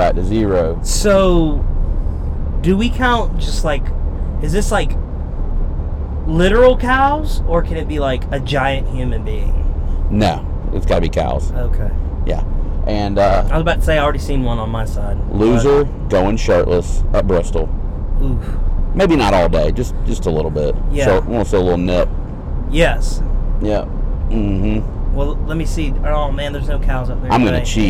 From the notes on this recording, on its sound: LIVE ON THE ROAD! We had a blast doing this episode from the car on the way to the Bristol night race!